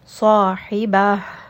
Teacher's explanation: this ta marbuta is going to get turned into an ha, and then we are going to make sure we give it extra humps, extra air coming from the chest. Sahiba. So make sure that you are giving it that extra air so it's not dropped and it does not become inaudible.